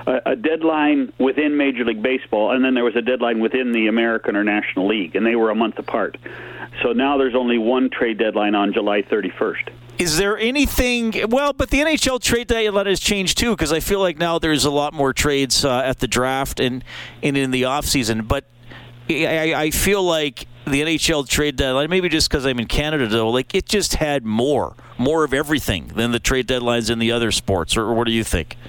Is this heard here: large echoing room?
no